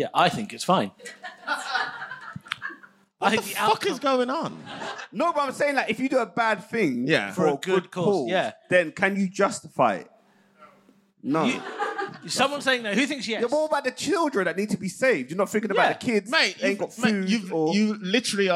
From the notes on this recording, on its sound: Live in London. This episode was recorded LIVE at Just for Laughs London.